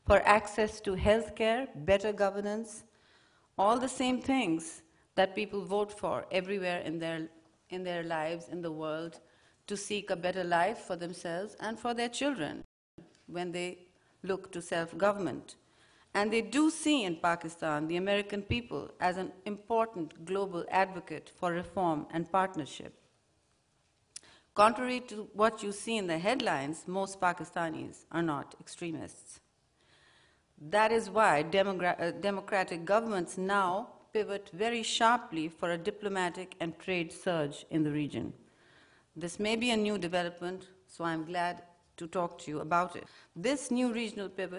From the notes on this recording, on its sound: Questions from the audience